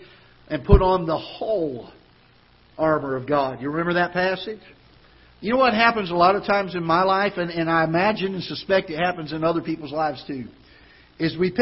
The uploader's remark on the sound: Ketha Heights Baptist Church ~ Live Broadcast